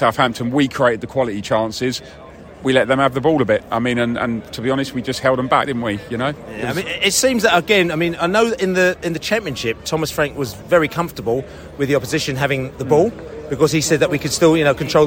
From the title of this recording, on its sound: post-match podcast from the pub